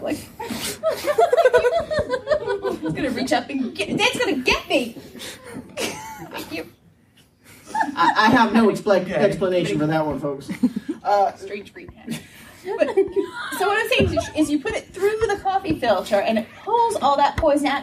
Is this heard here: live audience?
yes